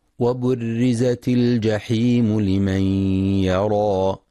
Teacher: ينتبه القارئ لترقيق الراء في كلمة وبرزت، فلا يقرأ بالتفخيم وبرزت.